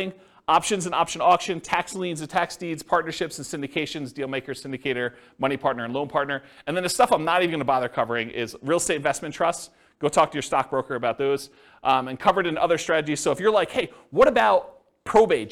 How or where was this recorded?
live audience